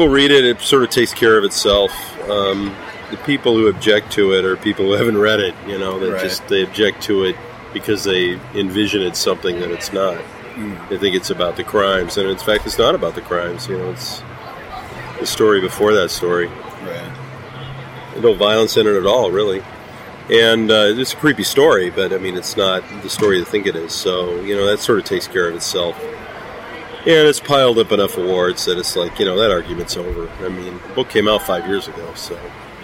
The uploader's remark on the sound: Alternative Press Expo 2017 Day 2 in San Jose. Interviews from the show floor.